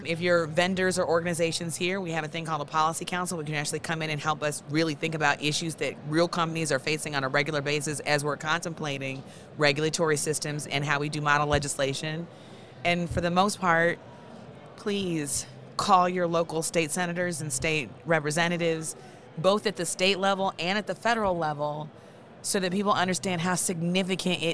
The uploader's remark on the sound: Live from MjBizCon 2022!